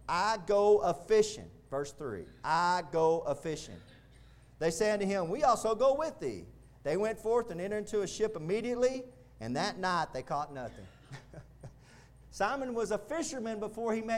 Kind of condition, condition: setting, large echoing room